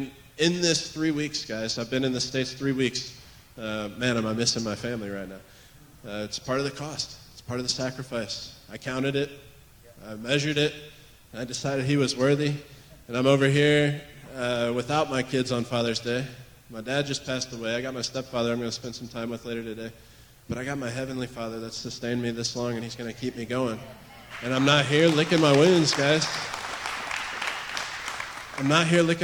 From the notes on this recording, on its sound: recorded on June 18, 2023, at Gateway Church in Richmond, Indiana